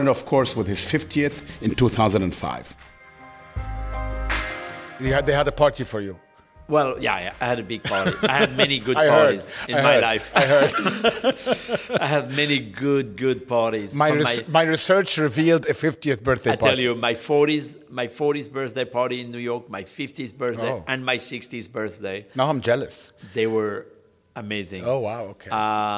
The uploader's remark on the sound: on location at his newly launched Brasserie Boulud at the Sofitel Obelisk in Dubai